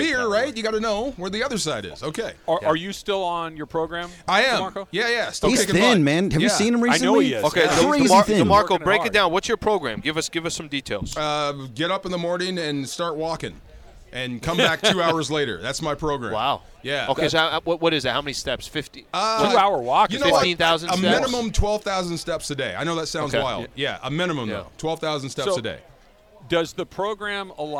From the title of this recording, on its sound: LIVE from the Genesis Invitational